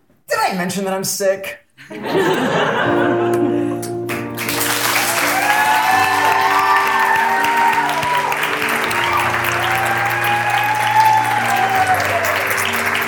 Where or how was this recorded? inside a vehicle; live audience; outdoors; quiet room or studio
live audience